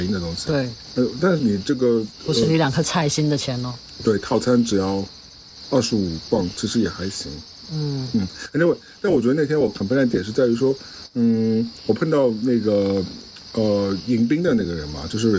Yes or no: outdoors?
yes